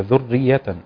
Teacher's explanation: الراء مرققة، بسمعها كتير مفخمة